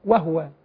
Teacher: البعض يقرأ باختلاس ضمة الهاء